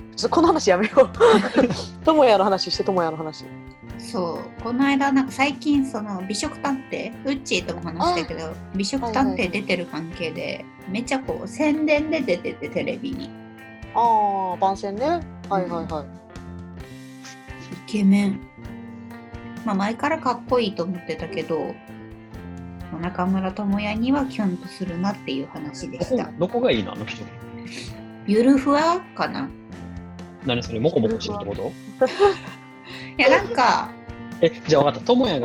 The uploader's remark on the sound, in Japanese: Zoomで収録回。今回は噂の「Zoom」で収録しました。